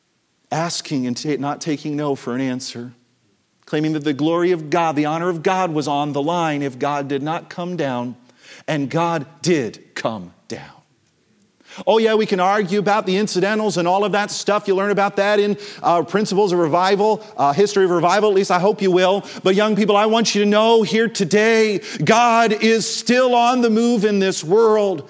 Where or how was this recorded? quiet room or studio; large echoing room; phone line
large echoing room